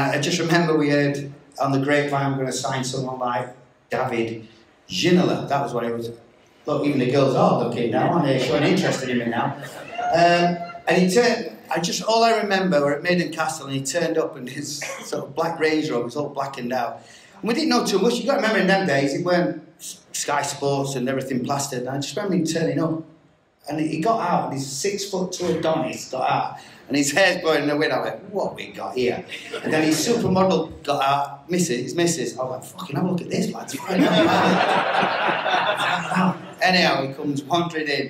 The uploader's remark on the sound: NUFC Matters Live 2623 Grand Hotel Newcastle